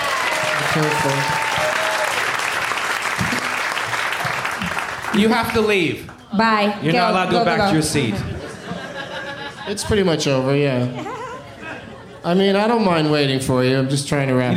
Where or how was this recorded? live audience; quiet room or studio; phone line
live audience